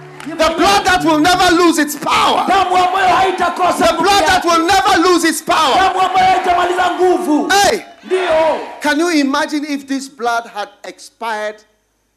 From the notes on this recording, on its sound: Preached at the Healing Jesus Crusade, Thika-Kenya, from the 29th November-1st December, 2022